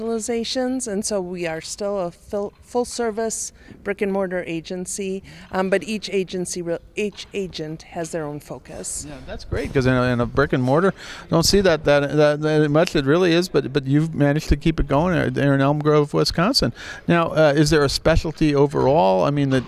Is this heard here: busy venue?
yes